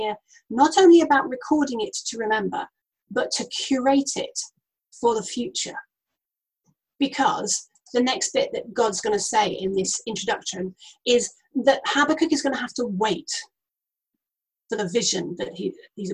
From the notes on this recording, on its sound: Note this has been recorded over Zoom and the audio quality isn't the best.